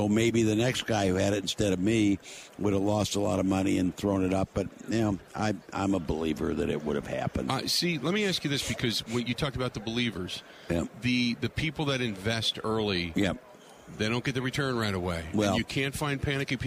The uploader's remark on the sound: Live From Super Bowl Radio Row